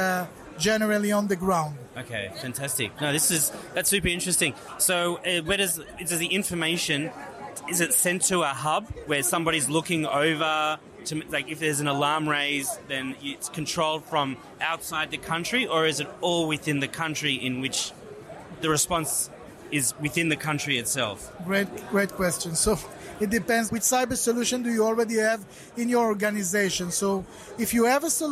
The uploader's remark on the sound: Eco-motion summit Tel Aviv. Walks the floor of the EcoMotion conference interviewing exhibitors demonstrating the latest cutting edge smart mobility tech.